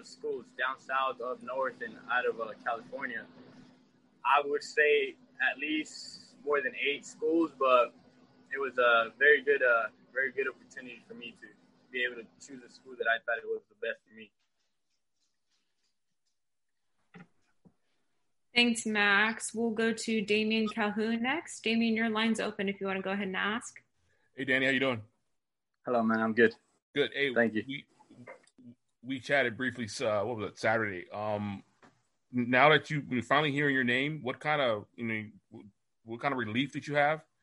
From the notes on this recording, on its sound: Press Call after MLS Super Draft.